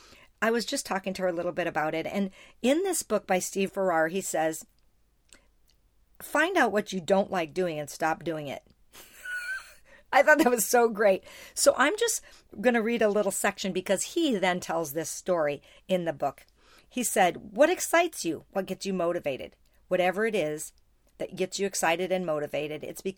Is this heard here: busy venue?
no